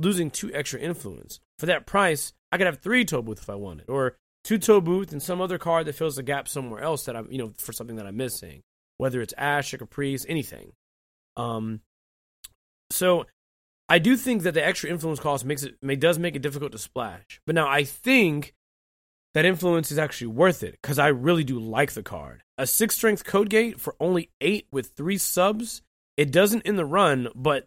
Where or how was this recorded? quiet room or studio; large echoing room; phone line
quiet room or studio